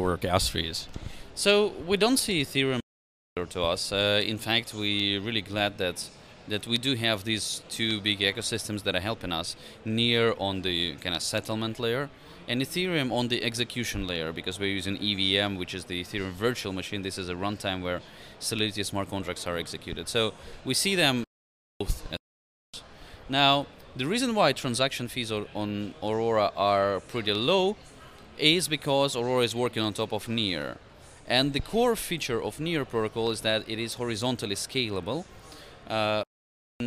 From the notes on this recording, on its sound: Live from Consensus 2023!